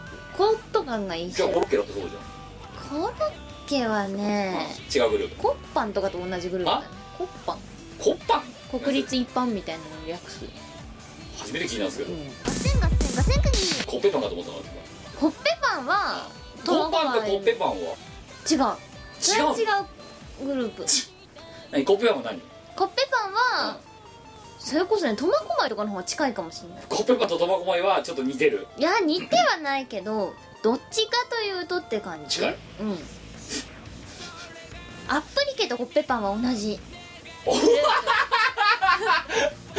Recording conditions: background noise